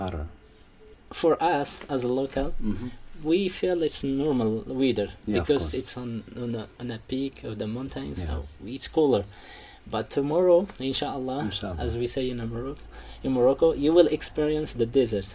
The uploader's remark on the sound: Labyrinth Kasbah is the scene for today's episode, recorded live on location from Dadès Valley itself, 200 miles from Marrakech in the shadow of the High Atlas.